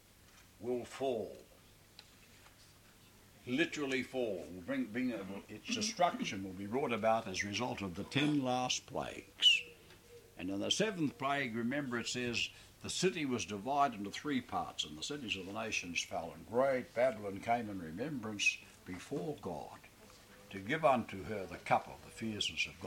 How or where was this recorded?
large echoing room